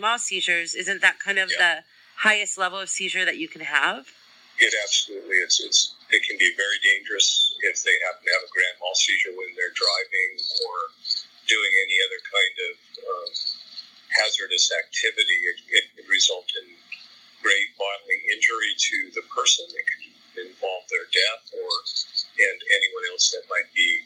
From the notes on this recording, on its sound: Sorry about the sound quality of this interview, tried something new....did not work.